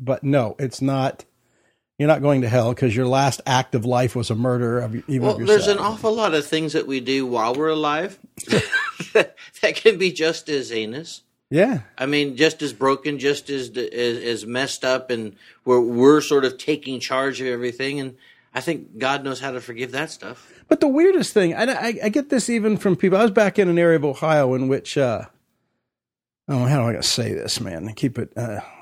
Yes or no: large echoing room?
no